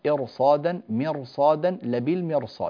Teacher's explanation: لاحظوا ثلاث كلمات بالصاد، إرصادا مرصادا لبيل مرصاد، هذه الكلمات الثلاثة كلها تفخم